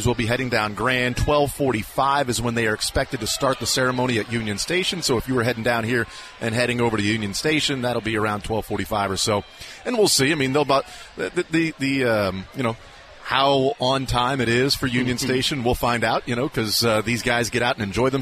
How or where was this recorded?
outdoors